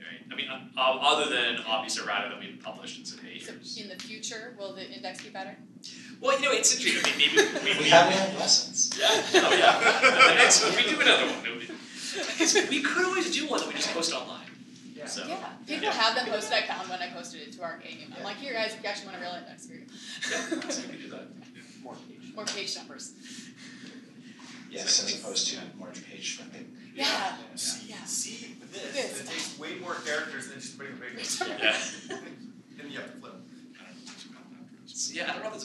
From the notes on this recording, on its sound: A panel discussion. Recorded at Gamehole Con 2017.